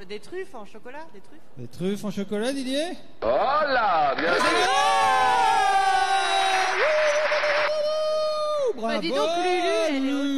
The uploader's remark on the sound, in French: Emission Live "Marché de Léon". En direct du Marché de Léon.